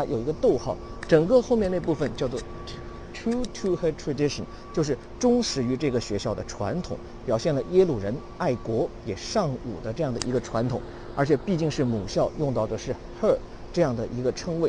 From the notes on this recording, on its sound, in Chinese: 在耶鲁大学校园现场录制的视频课程